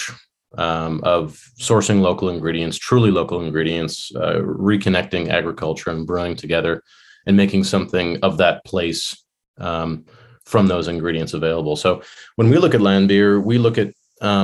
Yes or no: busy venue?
no